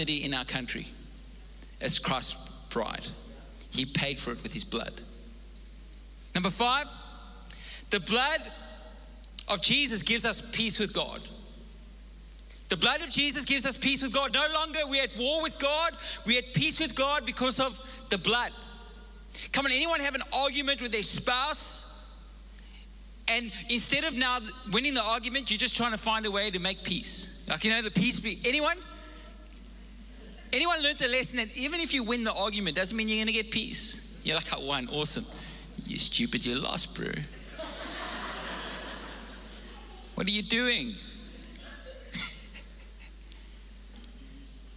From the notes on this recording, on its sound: Recorded live on Sunday the 15th April 2022